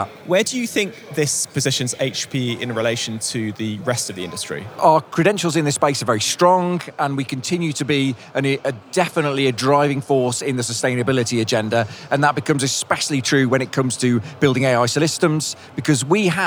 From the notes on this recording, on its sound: We’re coming to you very nearly live from the floor of Hewlett Packard Enterprise's Discover event in Barcelona.